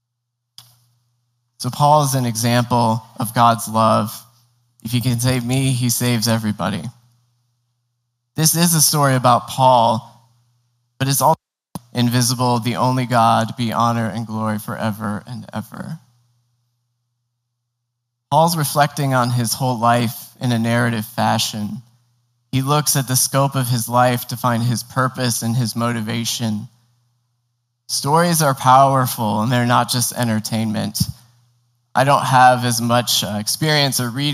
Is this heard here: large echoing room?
yes